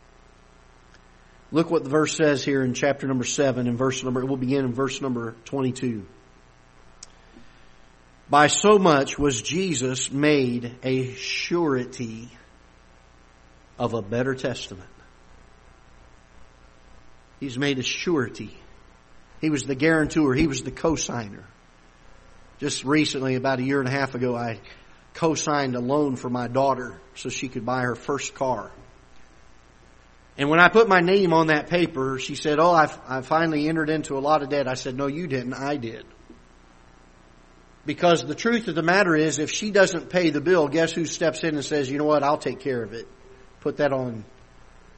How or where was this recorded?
large echoing room